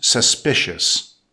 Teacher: Emphasize the second syllable that's pronounced suspicious.